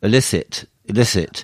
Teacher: the first syllable is pretty much a schwa